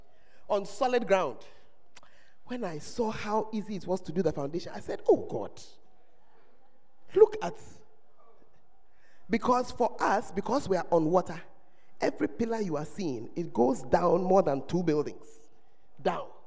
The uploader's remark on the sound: Preached at First Love Center, Ayeduase.